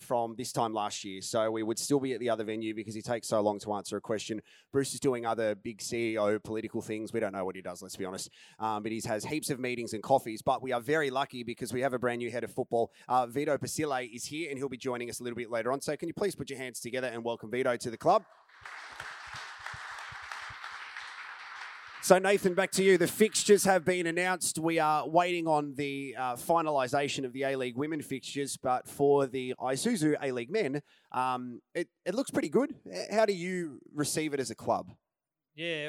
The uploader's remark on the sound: Our Member's Forum 2021 was held at The Joiners Arms on Thursday, 4 November 2021